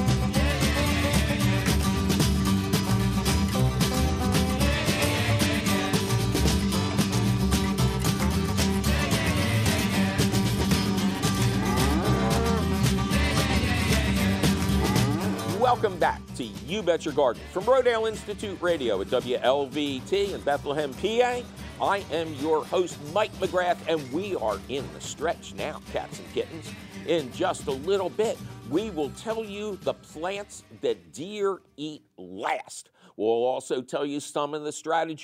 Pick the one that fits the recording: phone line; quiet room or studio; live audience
phone line